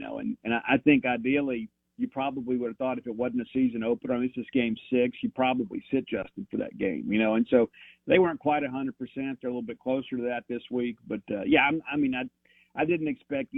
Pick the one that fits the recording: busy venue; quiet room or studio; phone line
phone line